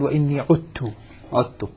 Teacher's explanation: تدغم الذال في التاء